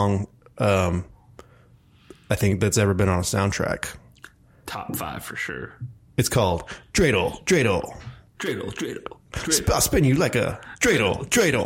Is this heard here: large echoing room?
no